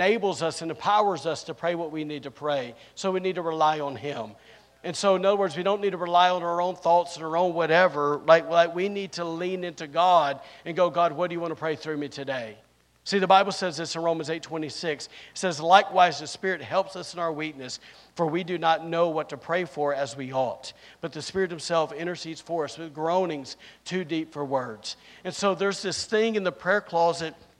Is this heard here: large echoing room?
yes